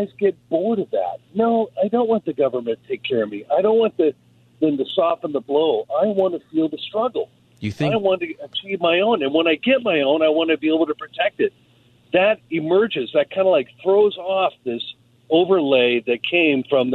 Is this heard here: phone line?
yes